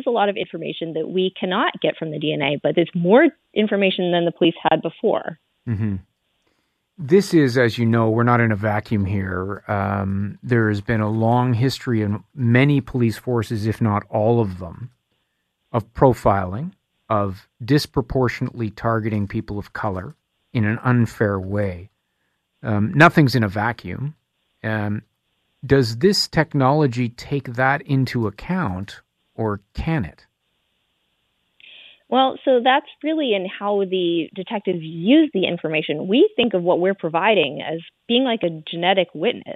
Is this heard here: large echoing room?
no